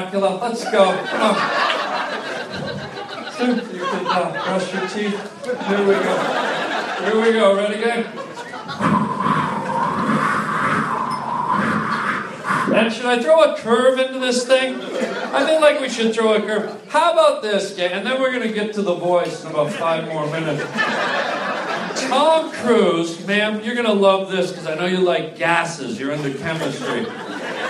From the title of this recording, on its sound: LIVE stand up comedy